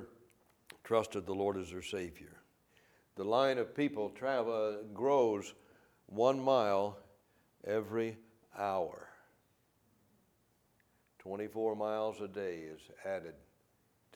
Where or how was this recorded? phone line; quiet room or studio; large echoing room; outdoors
large echoing room